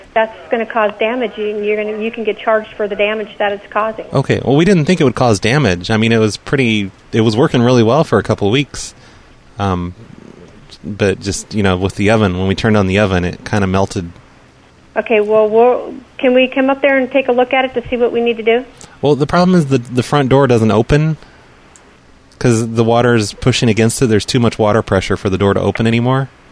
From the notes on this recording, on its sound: …'s Personal Prank Phone Calls Collection.